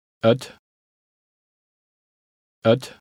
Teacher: in conversational Dutch, the word for it is usually unstressed and pronounced het.